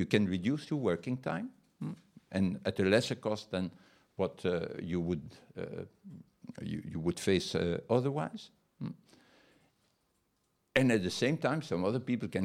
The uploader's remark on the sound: Lecture at WTM Forum I: Commoning Economy.